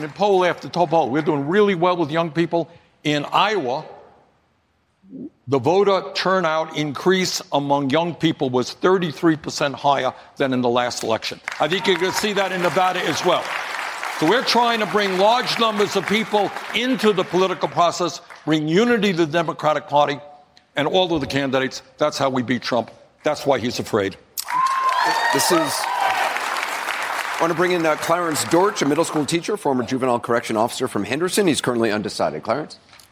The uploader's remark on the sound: a live town hall